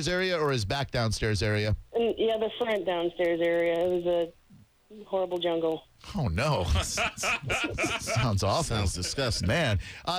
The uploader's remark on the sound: on the phone